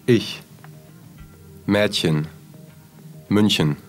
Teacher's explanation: сочетание ЦХ читается как мягкое Х, примерно как в русских словах «химия», «хихикать».